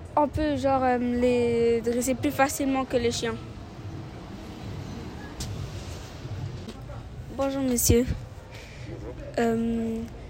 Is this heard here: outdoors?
yes